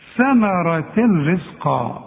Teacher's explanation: واذا وقفت على ثمرة دي تقول ثمرة. اذا وصلنا هندغم ادغام كامل بدون غنة